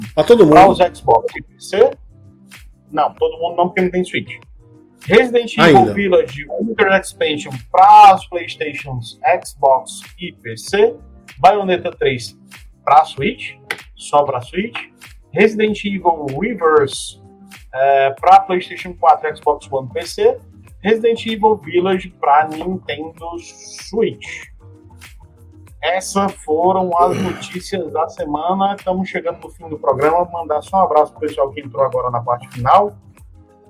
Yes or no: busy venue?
no